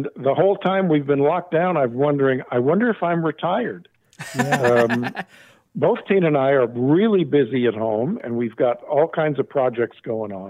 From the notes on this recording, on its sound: an over the phone chat